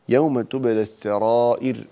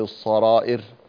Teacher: يوم تبلى السرائر بالسين وليس بالصاد، لا تقل الصرائر، أنت فخمت السين حتى صارت صادا · Shown in: first take